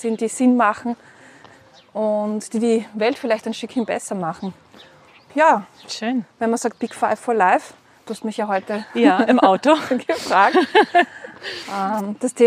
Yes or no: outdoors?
yes